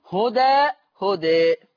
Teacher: لما يقف عليها هيبقى فيها الفتح والتقليل